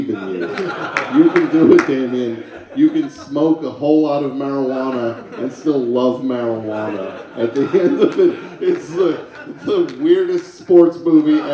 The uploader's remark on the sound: bring the TOAP touring machine into the heart of the big city,(well Brooklyn), for the final TOAP Live show